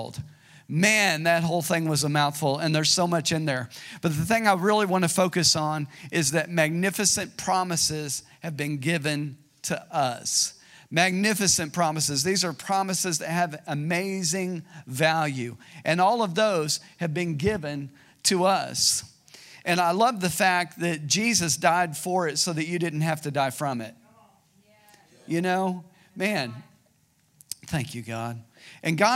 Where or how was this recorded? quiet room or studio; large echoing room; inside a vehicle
large echoing room